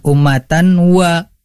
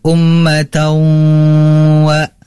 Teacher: harus diidgomkan nunnya itu kepada wawu · Shown in: second take · Ummatau itu harus sampai dengung. · Term: idgham bi gunnah